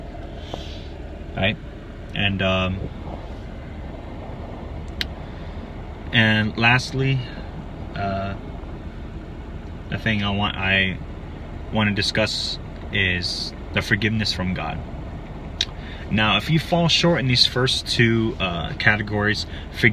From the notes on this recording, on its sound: Forgive the noise and lighting in the elements, it was a spontaneous request!